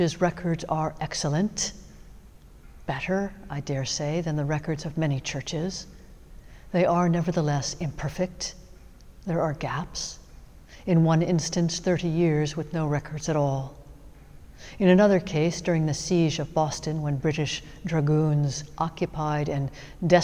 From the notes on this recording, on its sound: Sermons from Old South Church in Boston